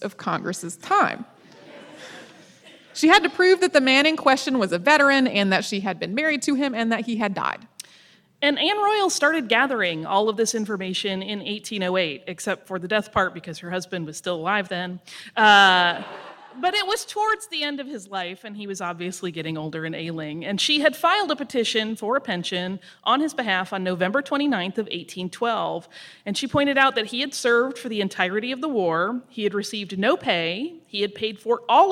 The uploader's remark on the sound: Today we've got our live show from our recent East Coast tour.